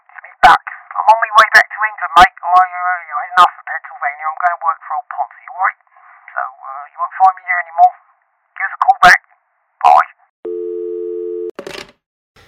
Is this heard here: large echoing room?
no